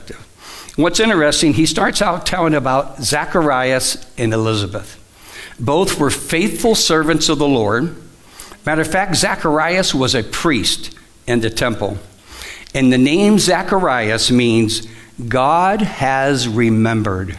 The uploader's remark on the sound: Live from The Summit Church in Dover, OH